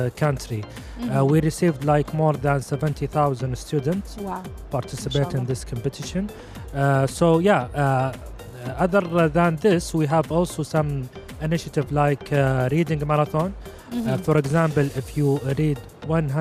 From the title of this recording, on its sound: Live at SIBF 2023